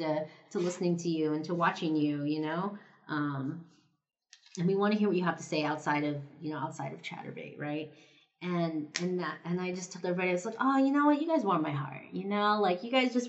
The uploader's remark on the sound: This episode was recorded right before I left on holiday, so you can hear me stamping and gluing all of your holiday cards in the background. My Yeti microphone just bit the dust, so the audio might sound a little different from previous episodes. Kindly, bear with me until I can afford a new mic set up.